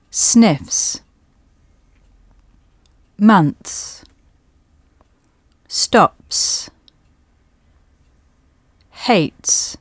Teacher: When the stem ends in a fortis non-sibilant consonant, the pronunciation is s · Term: inflectional S